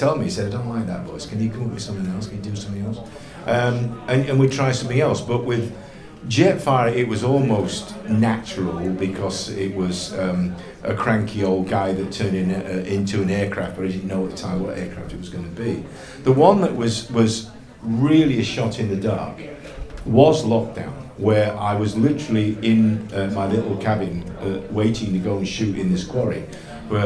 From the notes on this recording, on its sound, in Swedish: Livepod Retcon 2023. Stor lokal med många deltagare så ljudet är inte det bäst.